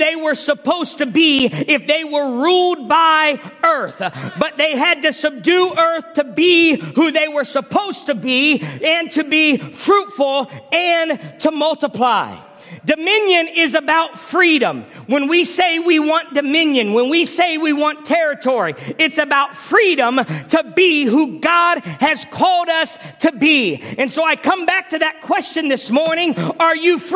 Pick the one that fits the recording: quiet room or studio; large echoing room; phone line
large echoing room